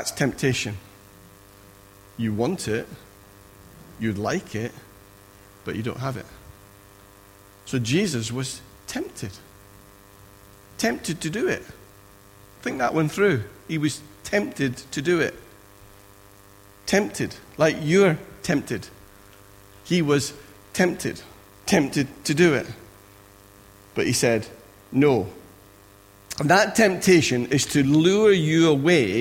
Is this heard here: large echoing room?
yes